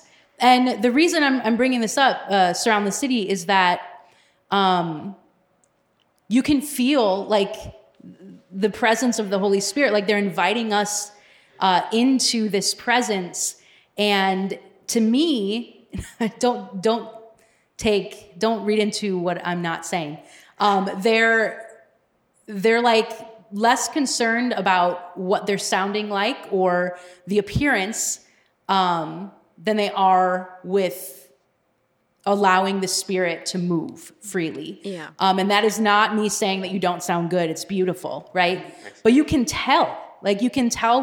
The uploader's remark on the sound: Live Studio Audience! At Metro Division Young Adult Retreat. We sat down with the attendees of Metropolitan Division's Young Adult Retreat.